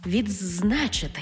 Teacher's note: У слові «відзначити» – «ди» переходить у «дз» · Term: уподібнення